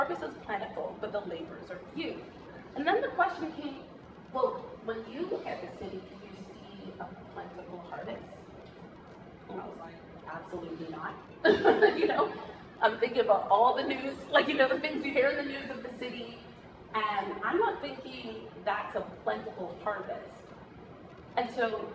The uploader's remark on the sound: Please excuse the quality of sound recording — we had some mic trouble.